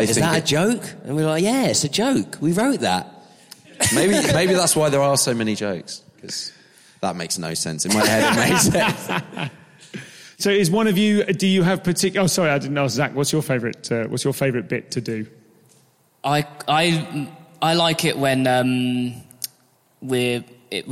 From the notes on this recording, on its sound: Live at Vault Festival. We talk live in a dank cellar.